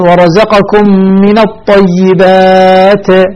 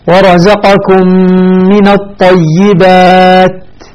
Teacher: الصواب أن آتي التاء هنا بها الشدة مع الهمس · Shown in: second take · ورزقكم من الطيبات، الشدة حبس الصوت، الهمس جريان النفس، فأحبس الصوت وبعيده بقليل مباشرة أعطي جريان للنفس في هذه الحرف.